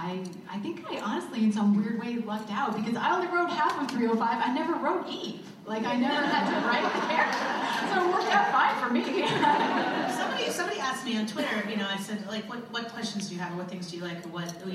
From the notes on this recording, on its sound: Dawson's Creek writers room reunion. Recorded at ATX Television Fest in June 2015.